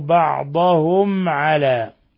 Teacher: ميم ساكنة جاء بعدها العين إظهار شفوي